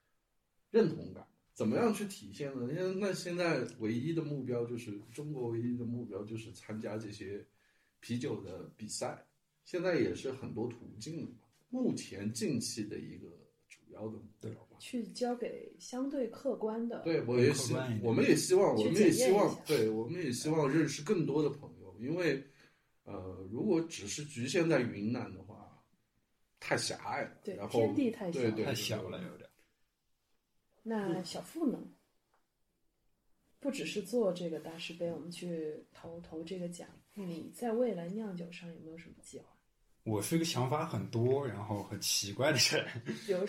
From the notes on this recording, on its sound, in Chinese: 第一期还很稚嫩，录音质量和交谈的内容节奏都有待越加努力精进。